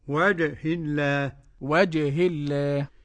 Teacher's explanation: وجه الله الجيم المعطشة والقلقلة إلى الفتح